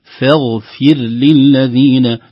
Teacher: ترقيق الفاء وتفخيم الغين وأيضا انتباه لكسرة الفاء وترقيق الراء بعده